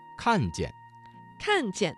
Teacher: 看见这个词中的见读成了轻声